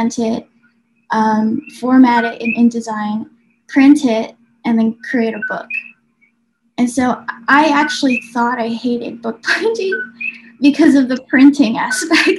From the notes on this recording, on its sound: We arrange our Zoom call for Friday